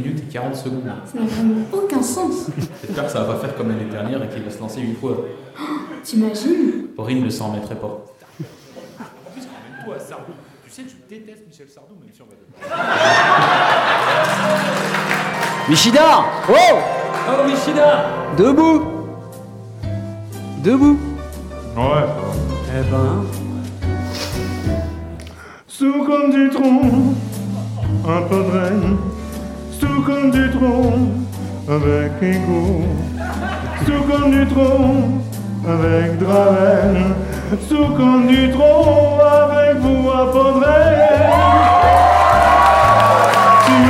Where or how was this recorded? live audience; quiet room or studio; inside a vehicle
live audience